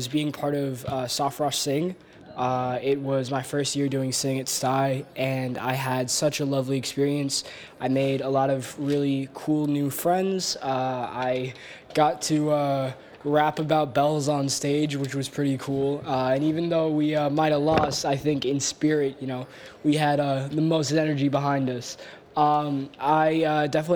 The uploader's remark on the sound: For this special episode, we set up an open-mic booth outside the second-floor exit and the senior atrium. We asked students, teachers, and staff about their highlights of the 2018-19 school year.